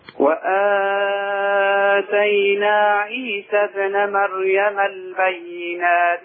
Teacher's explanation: وآتينا في ألف بعد النون. نعم. تمد بمقدار حركتين